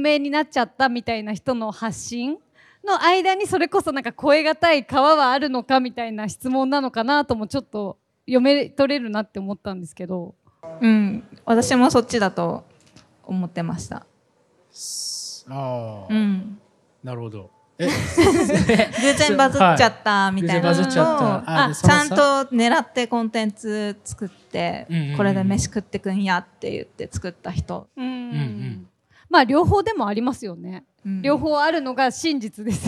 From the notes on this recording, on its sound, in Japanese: 今回は番外編として、渋谷PARCOで公開収録したエピソードを前後編にわたってお届けします。渋谷PARCOでは、館内のギャラリーやショップのあちこちでアートにまつわるクリエイションを展開する「SHIBUYA PARCO ART WEEK 2023」を9月15日〜9月24日まで開催。